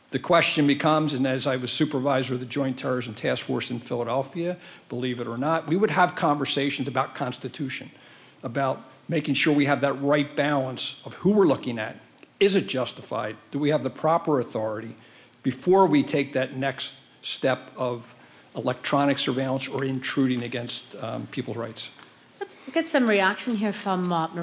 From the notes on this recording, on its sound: America Abroad teamed up with NPR Berlin for a live town hall event, bringing together audiences at WHYY in Philadelphia and the German Council on Foreign Relations in Berlin, Germany.